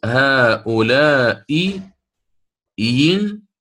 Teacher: أن يبدل الهمزة الثانية ياء مختلسة الكسر، ليست ياء فقط مدية أو كذا، هي هذه ياء متحركة ولكن حركتها سأختلسها، لن أنطق بها تامة كاملة.